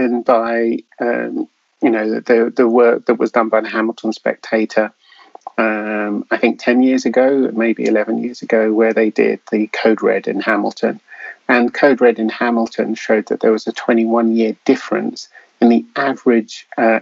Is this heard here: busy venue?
no